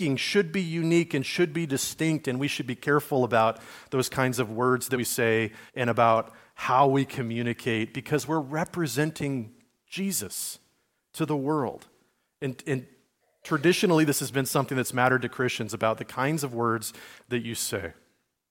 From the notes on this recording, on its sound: sermon given at Liferoads Church in Spokane, Washington, on Sunday, February 4, 2024